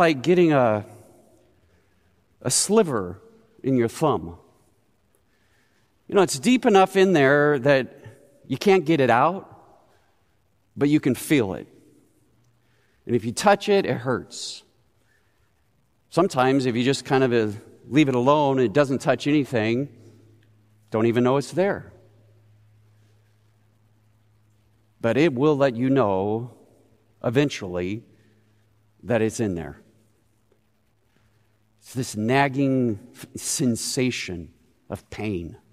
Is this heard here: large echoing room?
yes